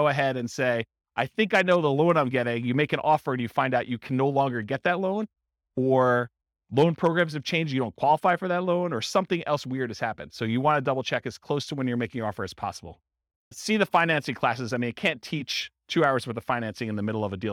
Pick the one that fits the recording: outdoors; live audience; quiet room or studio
live audience